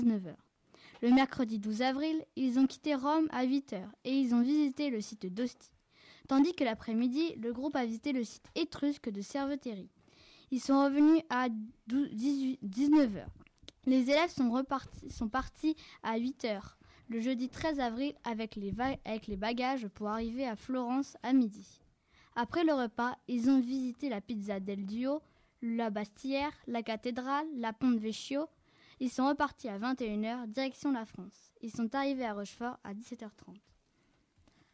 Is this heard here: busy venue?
no